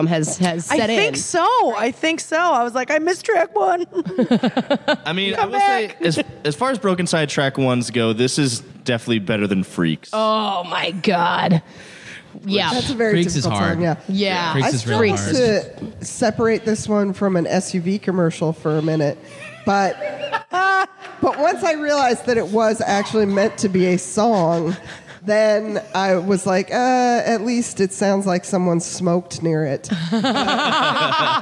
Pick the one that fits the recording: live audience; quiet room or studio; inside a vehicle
live audience